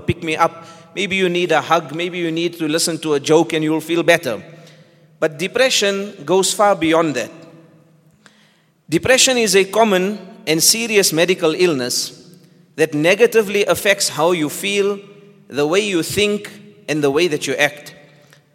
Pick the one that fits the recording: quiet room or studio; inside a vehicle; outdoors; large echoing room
large echoing room